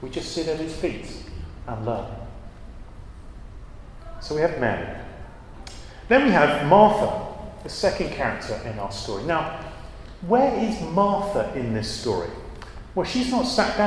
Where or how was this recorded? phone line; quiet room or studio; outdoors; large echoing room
large echoing room